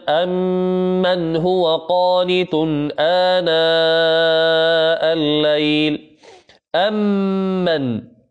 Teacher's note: ميم ثم بعدها ميم، فتدغم لتصير ميما واحدة، تسمع ميما واحدة مع غنة، وهذا هو إدغام بغنة.